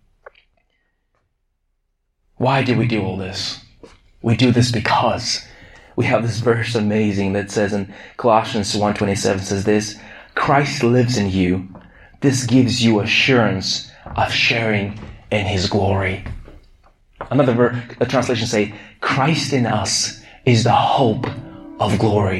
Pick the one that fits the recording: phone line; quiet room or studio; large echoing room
large echoing room